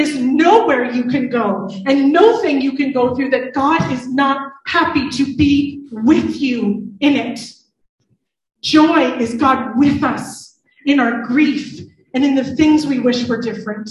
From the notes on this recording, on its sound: IN this live service